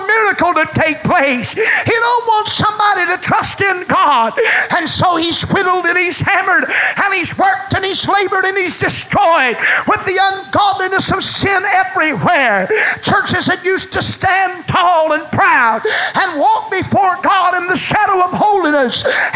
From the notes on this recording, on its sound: Was preached at First Apostolic Church in North Vernon, IN on January 31, 1993. The Scent Of Water was preached at First Apostolic Church in North Vernon,.